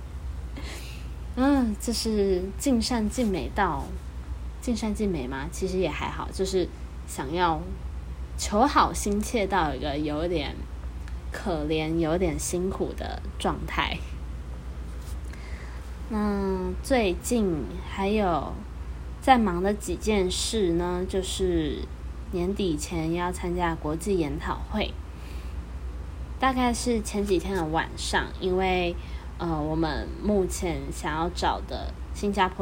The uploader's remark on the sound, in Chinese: 這集家庭錄音室聽到的窗外的車聲呢。